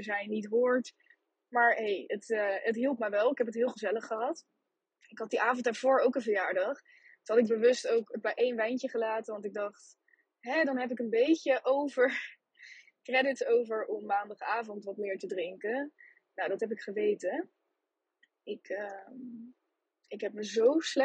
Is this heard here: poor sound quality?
yes